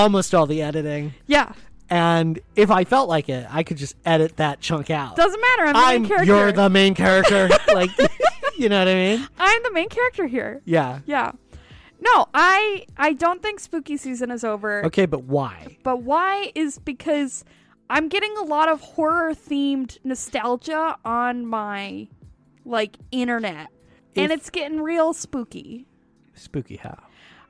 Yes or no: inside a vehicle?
yes